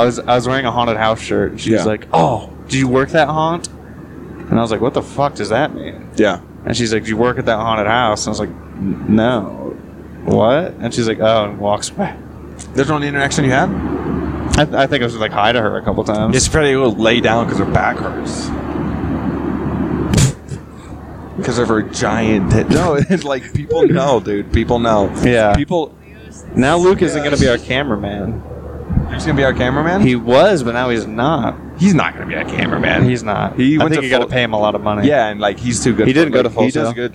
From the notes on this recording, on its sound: recorded this on the way to Austin